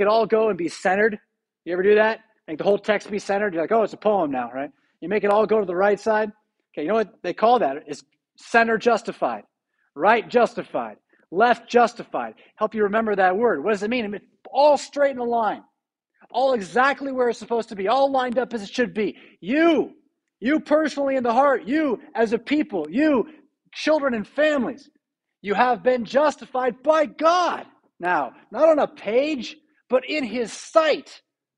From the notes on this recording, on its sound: Preached at St Paul Lutheran Church , Rockford, Illinois on December 24, 2021. Christmas Eve Preached.